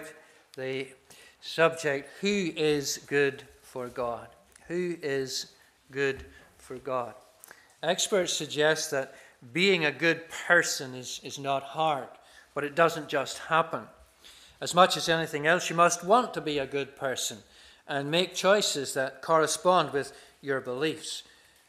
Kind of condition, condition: setting, large echoing room